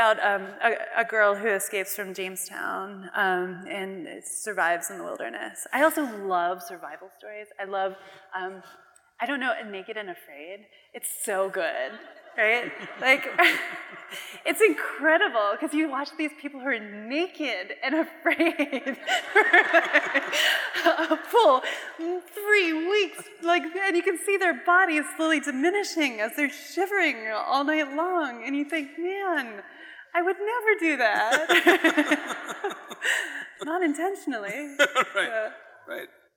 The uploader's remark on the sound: from a Portland Arts & Lectures event in early 2023 at the Arlene Schnitzer Concert Hall